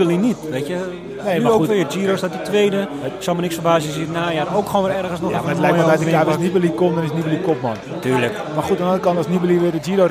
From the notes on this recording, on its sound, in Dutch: Vandaag zitten we niet voor de tv, maar zijn we live aanwezig in de koers en we doen het luxe, want we zitten in een VIP wagen bij de finish van de proloog van de Ronde van Noord-Holland.